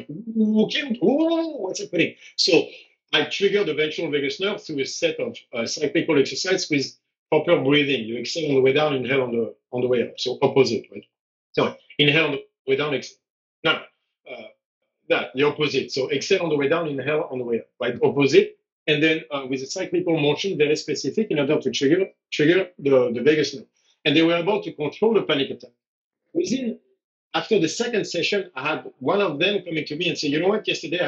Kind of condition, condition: link, video call